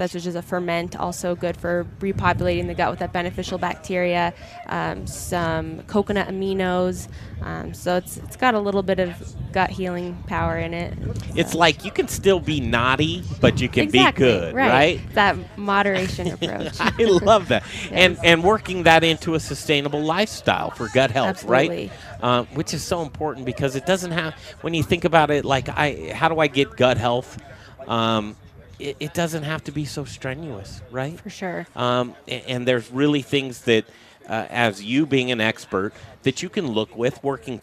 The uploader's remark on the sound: The Modern Eater Show is broadcasting live on Denver’s Talk Station 630 KHOW from Bruz Beers after the Belgian Brew Fest! The Modern Eater Show is broadcasting live on Denver’s Talk Station 630 KHOW from Bruz Beers after the Belgian Brew Fest!